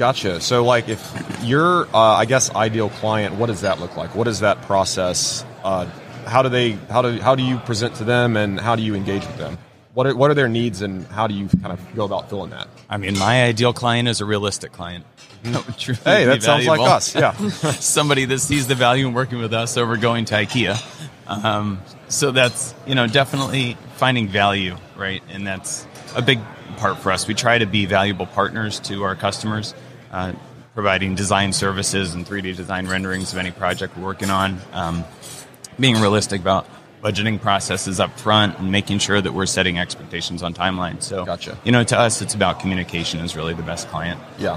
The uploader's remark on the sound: LIVE from WORKBENCHcon 2022. In the Organization Conversation booth at the show.